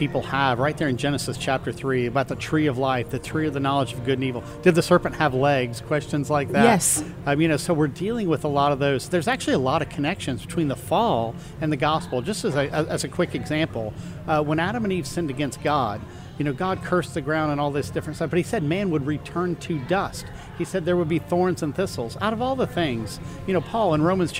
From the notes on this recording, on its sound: LIVE from the Creation Museum Day 2